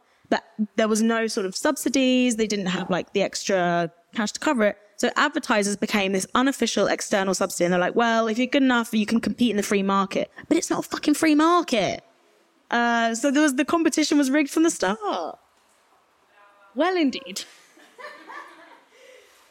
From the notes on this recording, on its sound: recorded live on 13 October at Hamilton House on Stokes Croft as part of the Cable’s ongoing speaker series